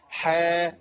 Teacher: حا بتمد بمقدار حركتين بس